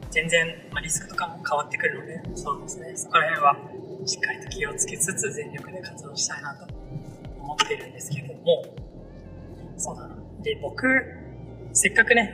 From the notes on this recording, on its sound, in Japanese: 今回は車の中の収録ということもあり、多少雑音が多いですがご了承ください。元の素材は聞けるレベルではなかったのですが、整音をがんばりました。